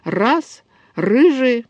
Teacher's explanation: Или возьмем такой согласный дрожащий «р». «Раз» мы можем сказать «р», раскатить очень сильно